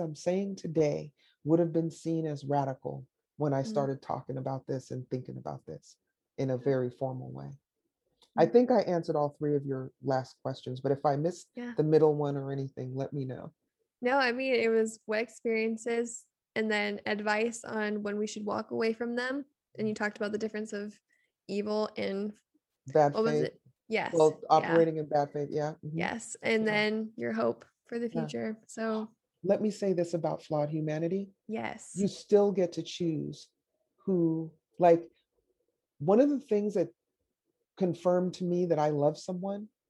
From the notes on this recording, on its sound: It was over Zoom.